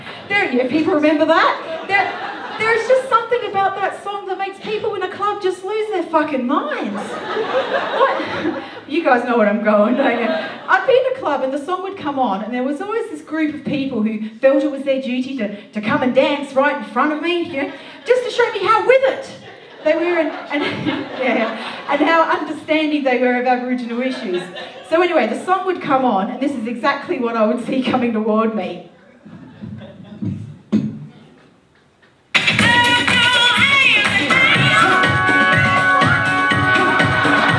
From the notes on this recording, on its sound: Melbourne International Comedy Festival Melbourne Town Hall, 2014. Melbourne International Comedy Festival Melbourne Town Hall, 2014.